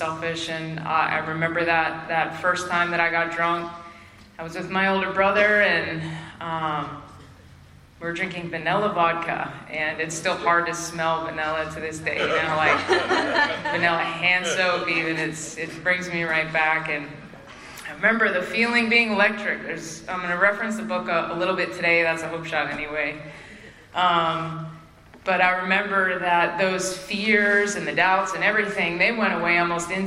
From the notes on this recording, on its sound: Spring Into Action 2022. At the Spring Into Action Conference in Sanford NC in Feb 2022.